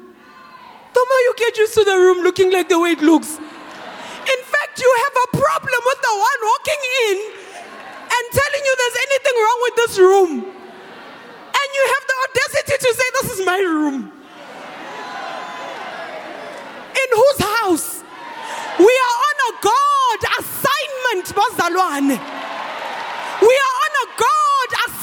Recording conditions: live audience